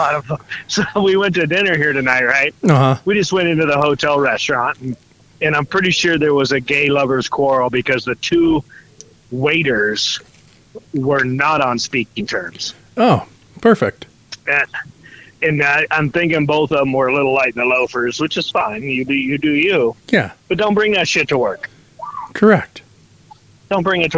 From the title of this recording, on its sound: On the phone